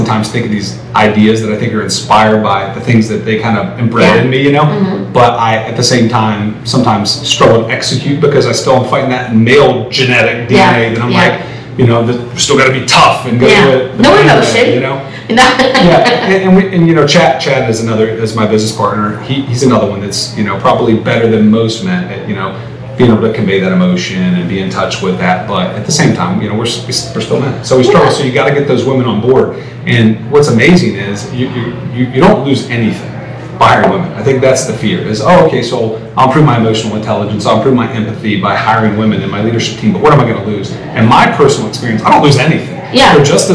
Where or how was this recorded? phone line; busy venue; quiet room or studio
busy venue